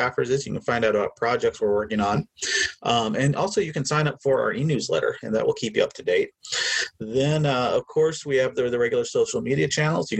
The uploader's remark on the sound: We apologize for the tinny sound of this recording